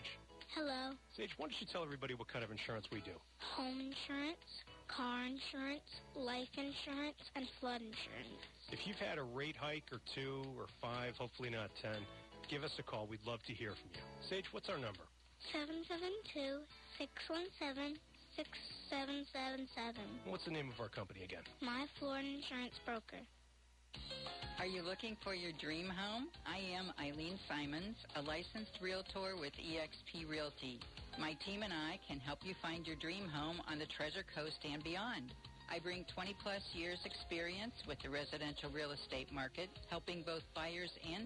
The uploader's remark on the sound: calls in and is taken away by the police while on the phone with us